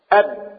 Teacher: فالباء والميم مخرجهما واحد وهو الشفتان، فمخرج الباء الشفتان ومخرج الميم الشفتان، دي بيسموها مخارج الحروف.